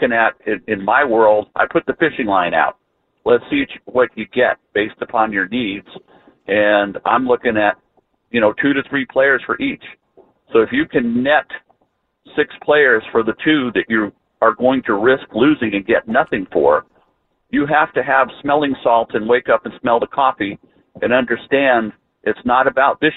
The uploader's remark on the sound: takes phone calls